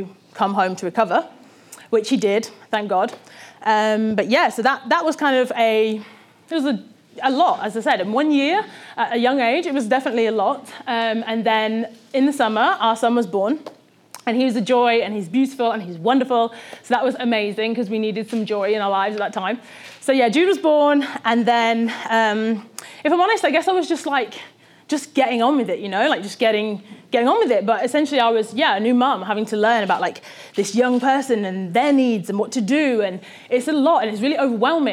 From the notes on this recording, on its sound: This talk was recorded at Vevolution Topics: Health and Wellbeing 2018